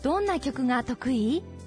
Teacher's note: in the model reading, it was pronounced 得意 with a rising intonation, so it must be a question